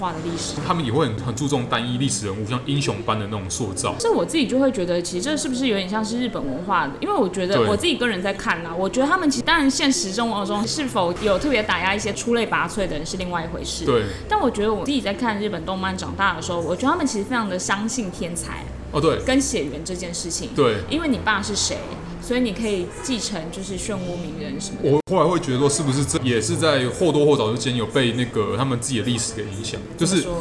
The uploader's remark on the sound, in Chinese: 本集白噪音指數：微風級 2/5。錄音地點： 豆手豆花 - Dozo Tofu Pudding。